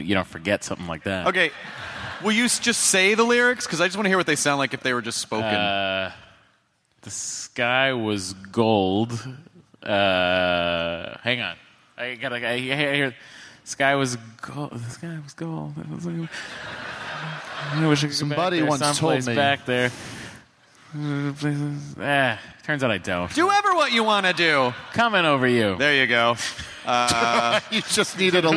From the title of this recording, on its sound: Live at SDCC